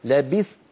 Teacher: قال لبثت، ليست التاء مقلقلة